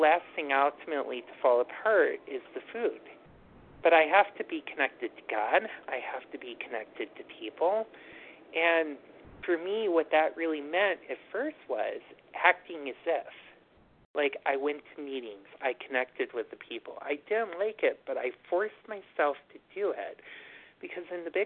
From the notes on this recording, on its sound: from the 100 Pounders Phone Meeting